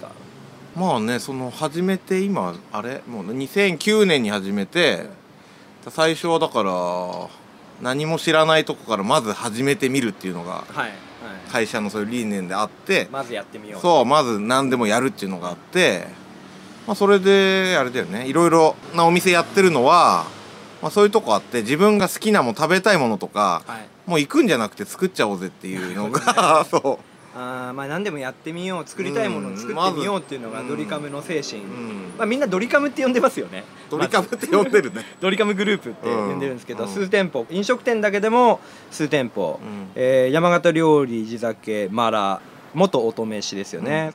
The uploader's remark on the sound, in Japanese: 今回は、美味しい蕎麦とお酒が頂けるお店「椿」のテラス席での収録でした。風が気持ち良い。